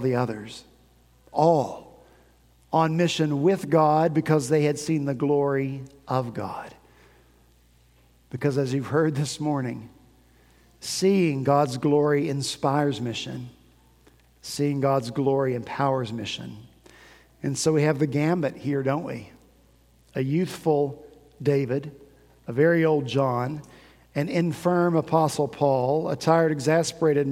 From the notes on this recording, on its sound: At Redeemer Presbyterian Church in Charleston, SC.